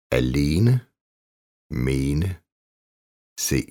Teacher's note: Langt E. Som regel lukket E-lyd, som i det svenske C.